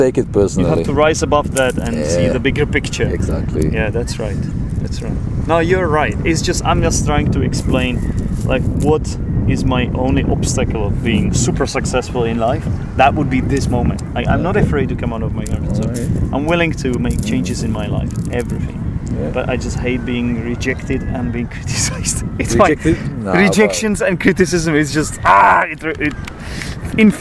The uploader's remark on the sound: Brighton (England) and the episode was actually recorded on the beach.